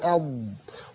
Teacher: نلاحظ الاستطالة في الضاد نركز عليها